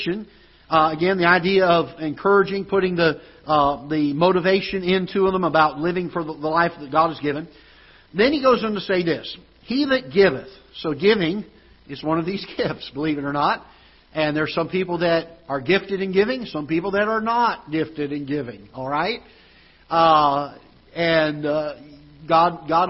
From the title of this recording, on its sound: Ketha Heights Baptist Church ~ Live Broadcast